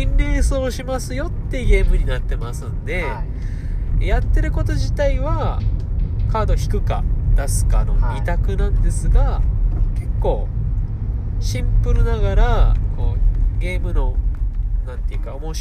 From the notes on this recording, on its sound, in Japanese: 雑音が酷いですが、さて今回の収録場所はどこでしょうか。